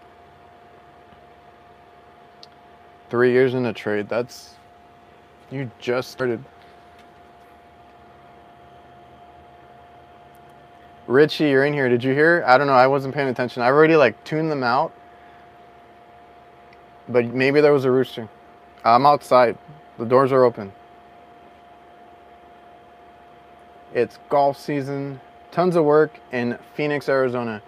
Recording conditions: inside a vehicle